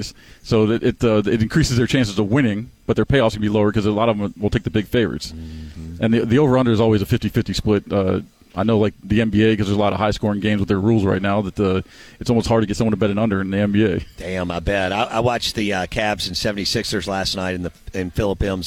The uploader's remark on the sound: live from the mobile BankPlus Studio at the Golden Moon Casino